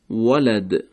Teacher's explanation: کلمه ولد حرف واو رو داریم از جمع شدن دو لب